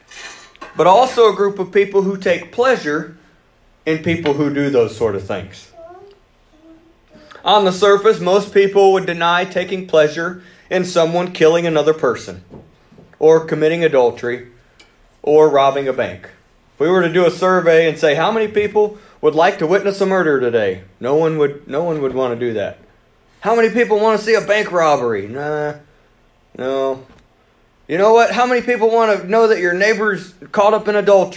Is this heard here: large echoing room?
yes